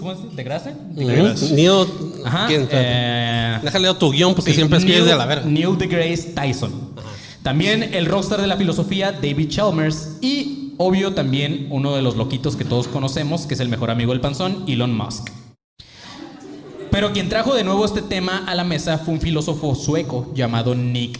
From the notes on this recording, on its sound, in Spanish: La Matrix y cómo salir de ella (En Vivo Guadalajara). Show en vivo en Guadalajara.